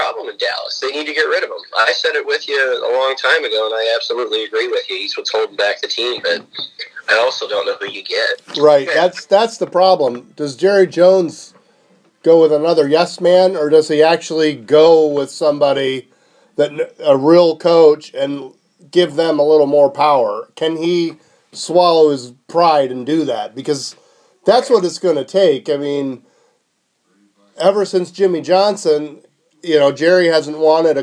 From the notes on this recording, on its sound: We have our first phone cast of the year; couldn't be avoided.